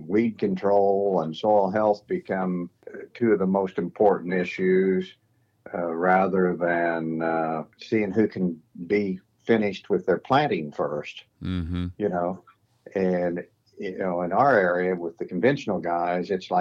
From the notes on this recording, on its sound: Checking in via phone with growers from Missouri on up to Canada.